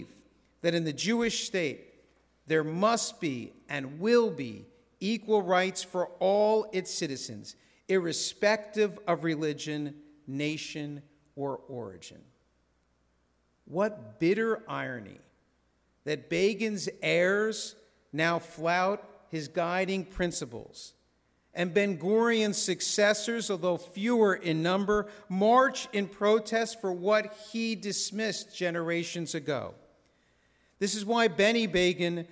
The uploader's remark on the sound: This sermon was recorded in a synagogue's sanctuary at Shabbat Services on Friday evening, April 28, 2023.